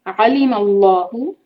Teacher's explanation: لام لفظ الجلالہ کو بھاری کریں گے